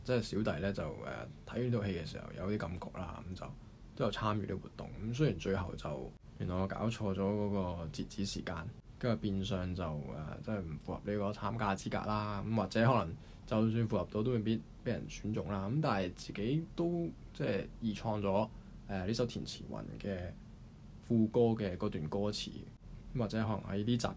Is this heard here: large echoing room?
no